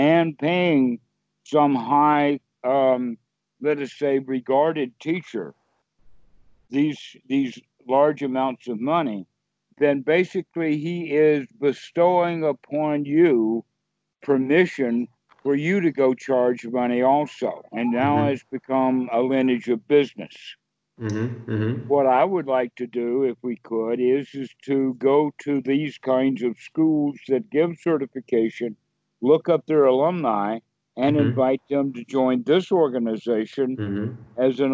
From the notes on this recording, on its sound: skype calls on this channel